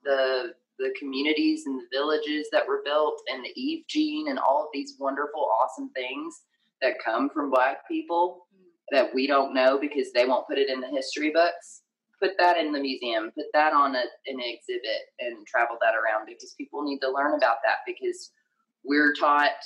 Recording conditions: poor sound quality